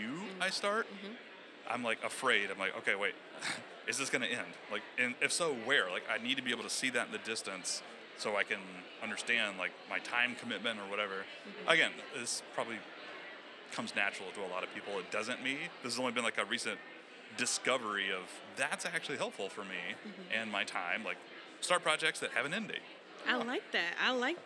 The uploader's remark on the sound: Join us live from FinCon 2023.